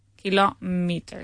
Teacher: The stress is on the O, kilo, and then meter, kilometer